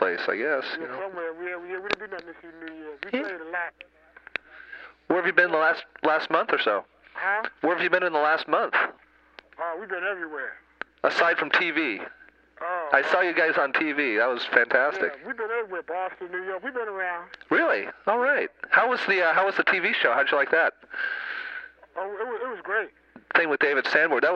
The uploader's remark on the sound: Phone call. The house in Philadelphia.